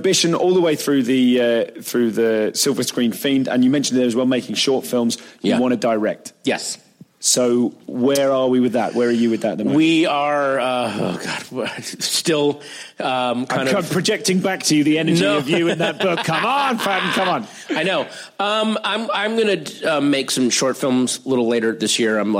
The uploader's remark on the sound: Live at Just For Laughs, Montreal